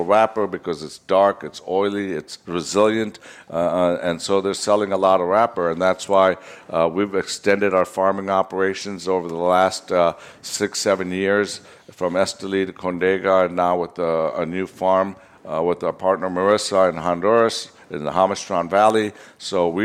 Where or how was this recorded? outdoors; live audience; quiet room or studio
live audience